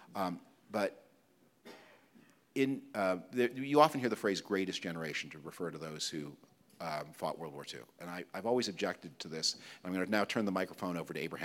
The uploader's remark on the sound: That took place in Toronto on November 21, 2023, at the Gardiner Museum in front of a live audience.